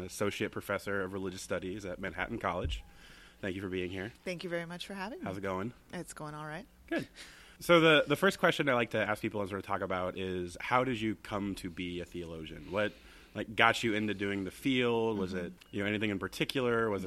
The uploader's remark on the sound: Record several conversations at the 70th annual convention of the Catholic Theological Society of America (CTSA). The Daily Theology Podcast was very fortunate this summer to record several conversations at the 70th annual convention of the Catholic Theological Society of America (CTSA).